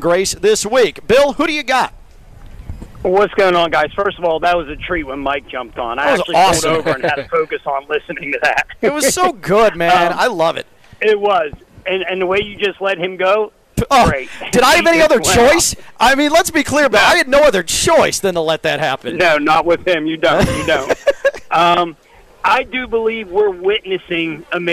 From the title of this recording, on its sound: Live from the Honda Classic